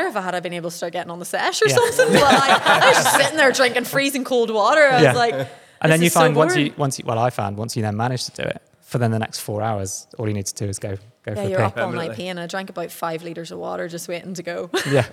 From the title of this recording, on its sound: LIVE From The World Athletics Championships In Budapest